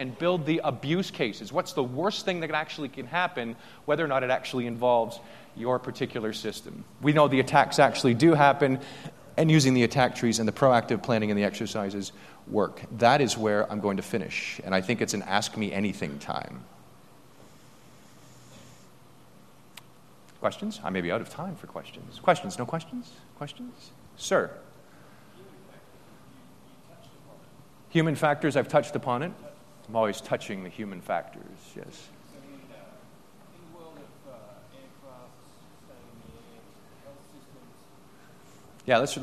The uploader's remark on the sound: day two keynote speech from AusCERT